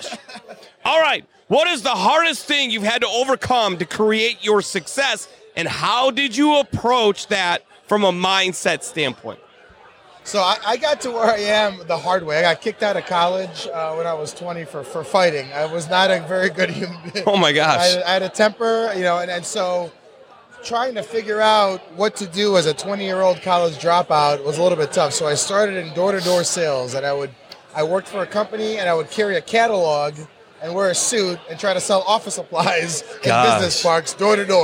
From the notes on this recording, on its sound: Conversations Live at the Level Up Social Club Event. Then we have numerous other guests jump on the mic to share their own brand stories.